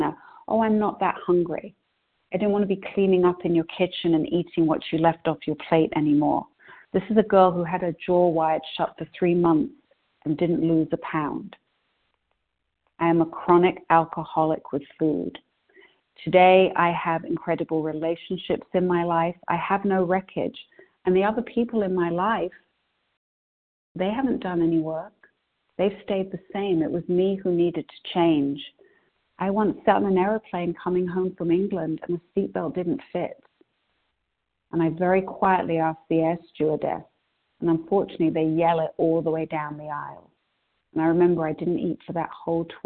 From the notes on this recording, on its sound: 100 Pounders Phone Meeting on 12/8/20